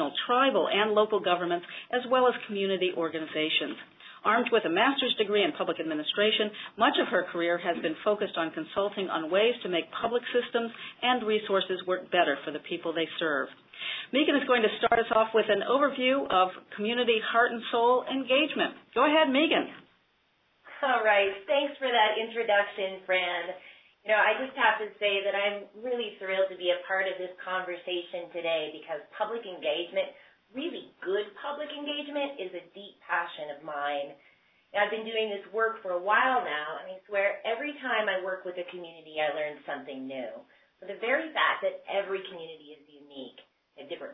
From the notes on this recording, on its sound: This call aired live on 8-13-15.